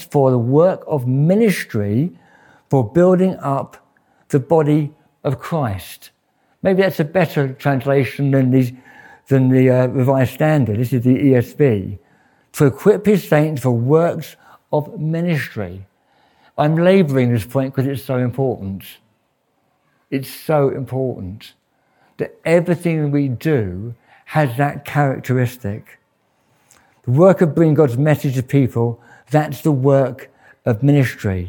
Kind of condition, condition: setting, large echoing room